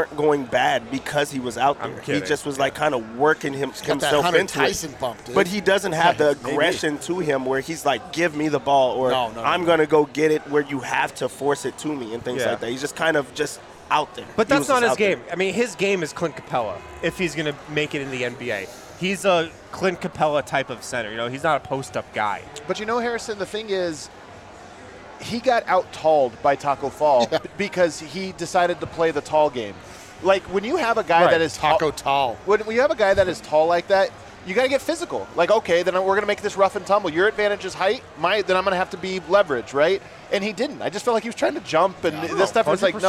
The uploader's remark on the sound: LIVE in Vegas at Circa Resort and Casino